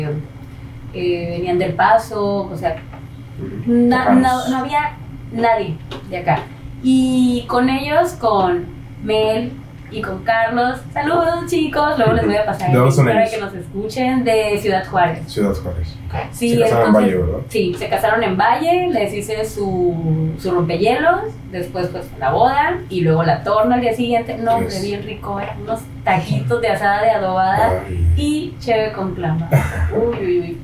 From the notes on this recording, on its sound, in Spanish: En éste primer episodio hubo una falla técnica con el audio, por eso la mala calidad del mismo.